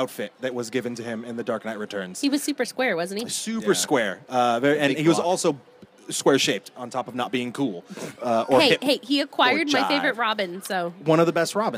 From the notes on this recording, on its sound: LIVE from Crocker Con 2017. Go live from Crocker art museum in Sacramento, CA for Crocker Con 2017.